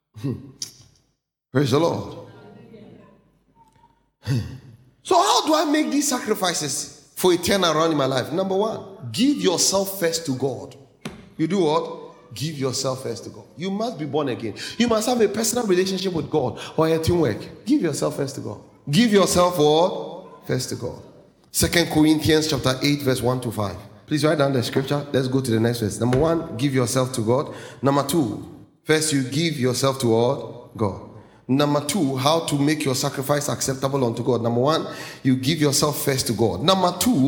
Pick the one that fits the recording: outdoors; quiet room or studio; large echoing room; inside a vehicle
large echoing room